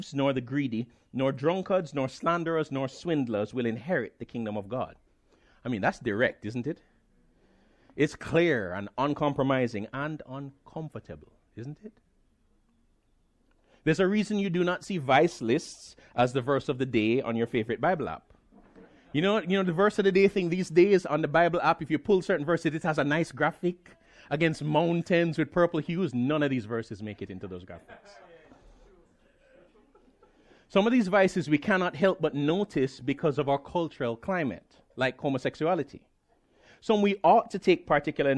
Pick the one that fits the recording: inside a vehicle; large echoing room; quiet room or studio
large echoing room